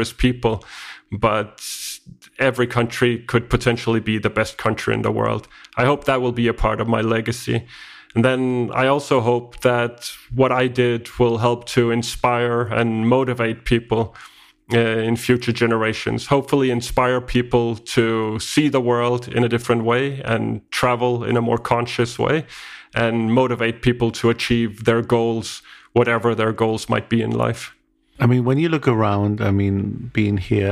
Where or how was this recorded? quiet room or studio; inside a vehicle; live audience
quiet room or studio